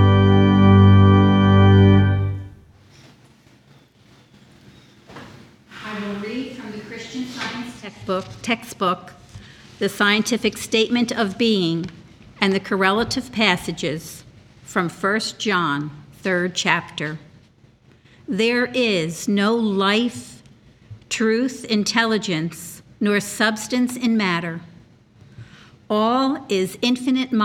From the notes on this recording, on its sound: The Sunday service audio from January 7th, 2024